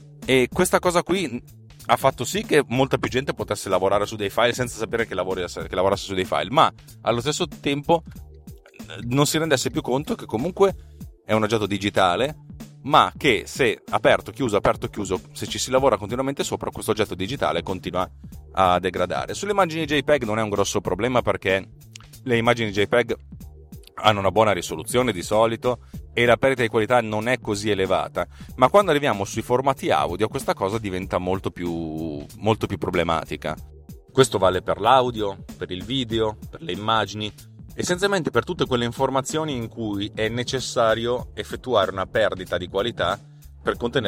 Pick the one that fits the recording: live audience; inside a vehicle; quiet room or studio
inside a vehicle